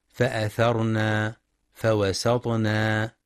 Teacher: يخطئ من يقرأ فأثرن فوسطن بألف بعد النون فأثرن فوسطن، وذلك بإطالة زمن الفتحة.